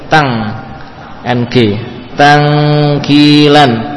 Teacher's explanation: suaranya murni melewati khayshum. Kalau kita tutup rapat akan berhenti. · Term: inghilaq